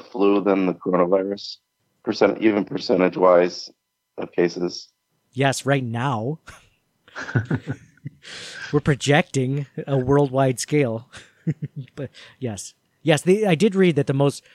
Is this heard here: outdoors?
no